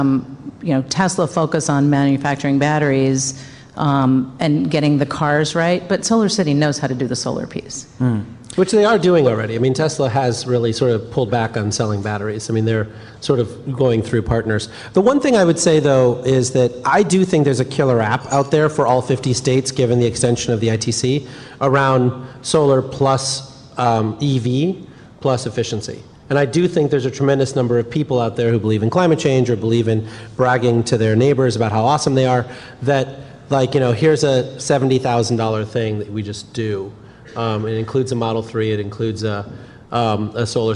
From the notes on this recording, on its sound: This week, we're coming live from GTM's Grid Edge World Forum.